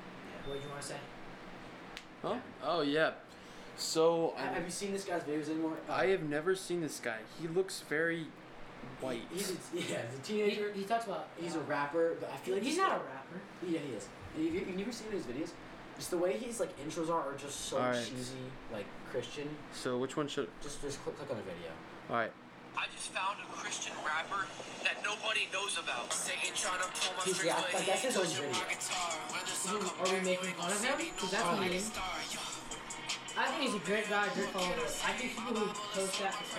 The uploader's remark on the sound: Sorry the audio is bad our mic is so good it picked up the fan the whole dang time